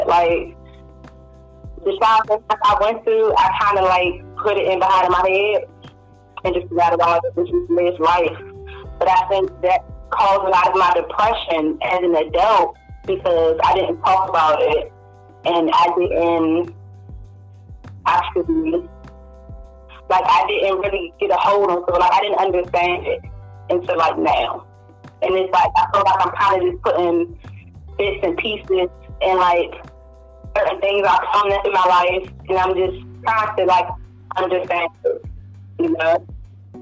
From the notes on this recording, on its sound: Team up in a conference call.